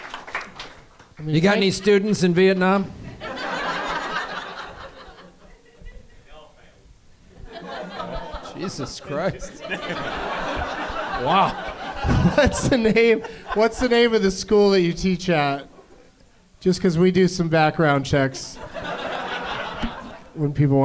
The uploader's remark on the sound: Live from the American Comedy Co. In Sweet Home San Diego.